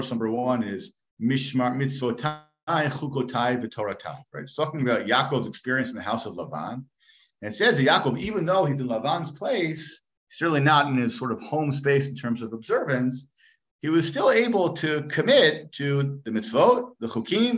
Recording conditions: video call